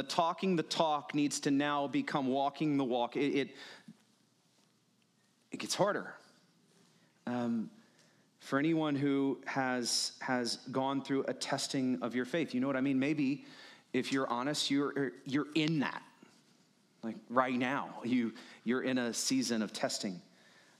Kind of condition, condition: setting, large echoing room